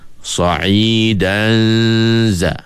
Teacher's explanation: masa kita dengung sa'idan itu, kita punya makhraj zai telah pun bersedia hampir pada makhrajnya